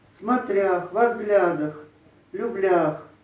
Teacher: Поэтому все имперфекты, они «акают». Там везде будет ударение на «а». Смотрях, возглядах, люблях.